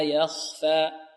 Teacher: الياء هنا مرققة، والخاء ماذا؟ مفخمة، والفاء مرققة، الخاء هنا وقعت بين مرققين